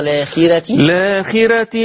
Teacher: طب حذفت همزة الوصل هقول الآخرة باللام، بس خلي بالكم قصر البدل فقط